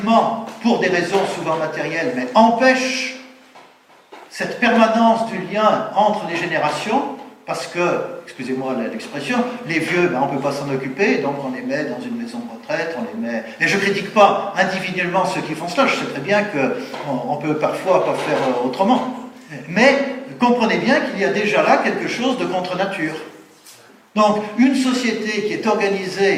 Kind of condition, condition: setting, live audience